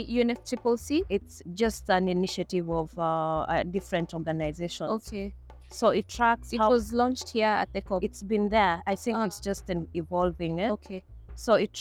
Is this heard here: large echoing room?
no